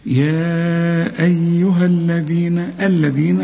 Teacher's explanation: يا أيها، هنمد أربع حركات وده مد منفصل، لكن قصدي أقول إن في قراءة ممكن بقصر هذا المد نقول يا أيها، لكن إحنا ماشيين على حسب كتابة القرآن اللي معانا، فبتمد أربع حركات يا أيها، وبرضو الياء مرققة دائما، والألف بتاعت يا أيها بلغيها لأنها ساكنة واللام ساكنة